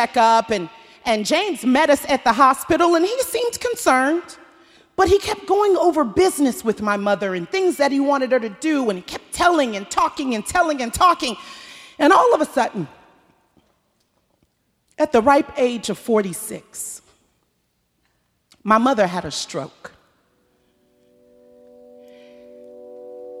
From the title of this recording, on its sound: Snap LIVE! At The Paramount